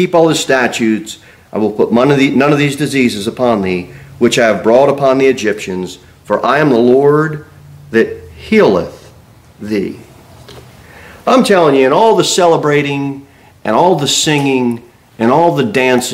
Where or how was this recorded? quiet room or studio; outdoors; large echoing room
large echoing room